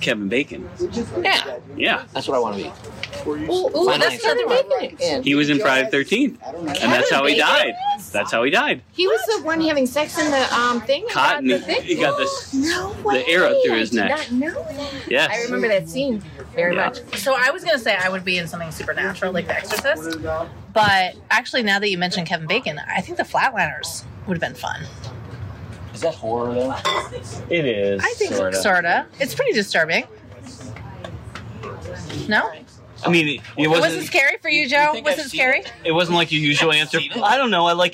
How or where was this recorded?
outdoors